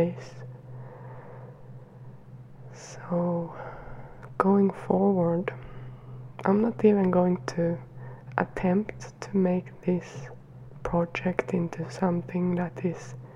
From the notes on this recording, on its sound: There is some background noise, so if that kind of thing annoys you, feel free to skip this episode.